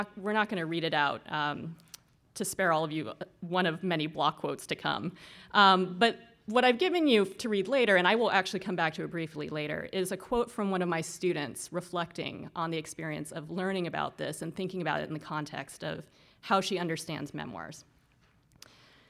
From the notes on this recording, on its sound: This lecture was held as the 8th annual O’Donovan Humanities Lecture.